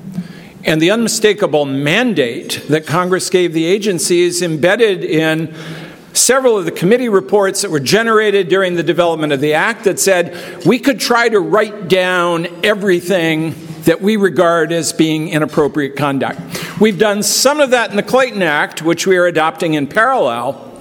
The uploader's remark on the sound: This episode is from the Keynote Speech of the Gray Center’s October 14 conference